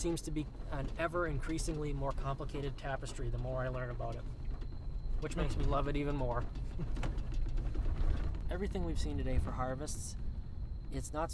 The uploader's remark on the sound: These are recorded "in the field" in pickup trucks on dirt logging roads, walking in the woods, and by lakes and rivers. Part 2 of our conversation out in the woods. The Appalachian Mountain Club's 74,000 acres of conservation land in the heart of Maine's 100-Mile Wilderness.